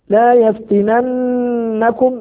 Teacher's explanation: يا بني آدم لا يفتننكم، نفس الحكم الماضي مد منفصل لوقوع الهمز بعد حرف المد في كلمة أخرى، لا يفتننكم نون مشددة حكمها غنة بمقدار حركتين